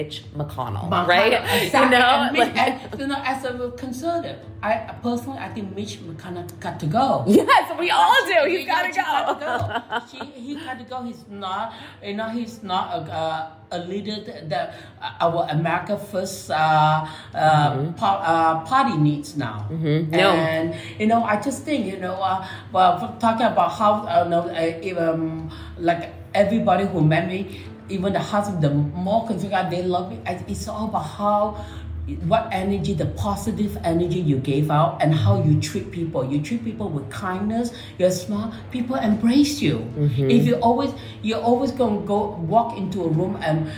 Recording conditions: echo